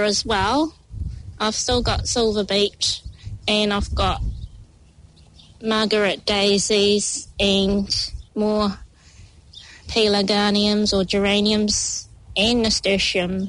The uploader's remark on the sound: Out of the studio recording in the garden (in their bubbles).